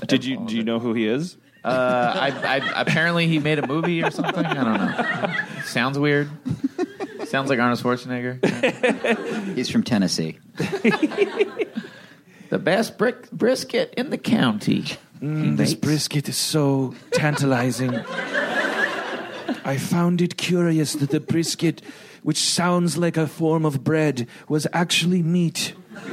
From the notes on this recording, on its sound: Recorded at ATX Television Fest in June 2015.